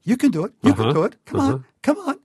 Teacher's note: I'm showing really short staccato sounds and with a rising pitch intonation.